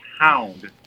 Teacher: which is one syllable, but it starts with one vowel sound and ends with another · Term: diphthong